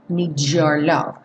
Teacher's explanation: Aqui também o need com your tá soando um DJO.